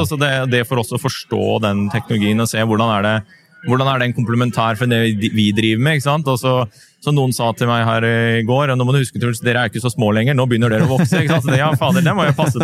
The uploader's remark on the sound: S4 EXPO LIVE]